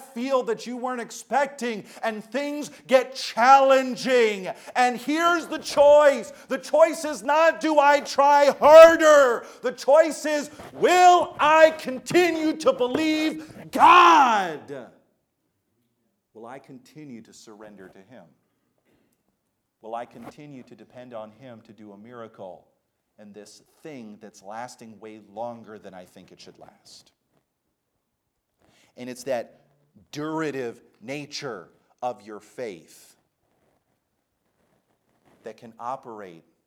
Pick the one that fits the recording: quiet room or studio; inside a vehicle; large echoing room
large echoing room